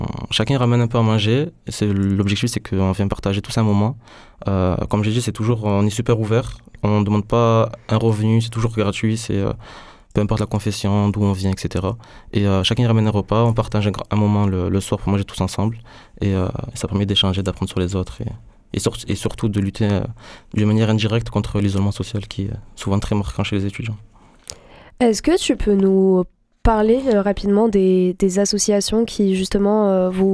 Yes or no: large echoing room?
no